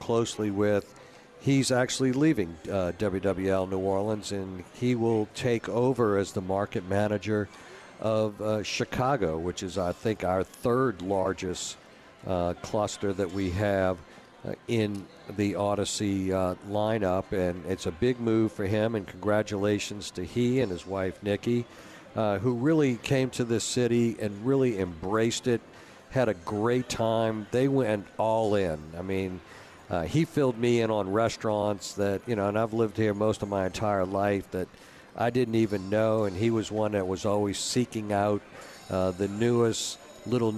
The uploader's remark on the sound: broadcasting LIVE from from Caesars New Orleans!